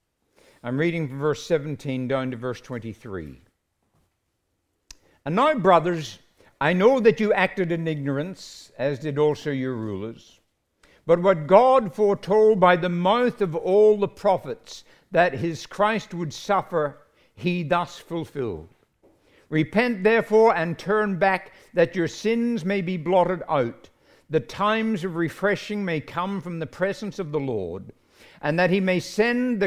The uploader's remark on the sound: recorded live at Grace Community Bible Church